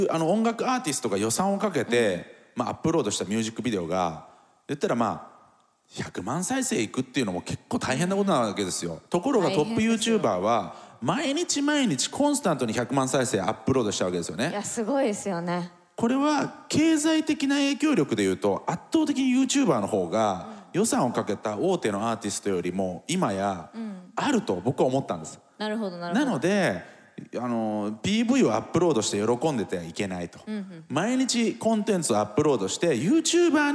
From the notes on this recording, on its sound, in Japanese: TOKYO FMの番組「マスメディアン 妄想の泉」。番組初となる公開収録の模様をお届けしました。